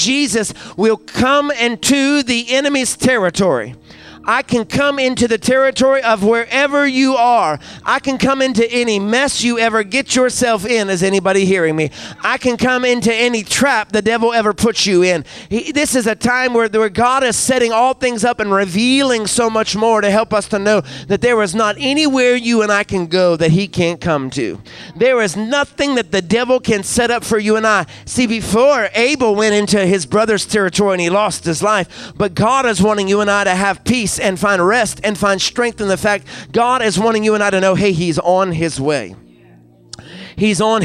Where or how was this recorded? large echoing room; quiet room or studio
large echoing room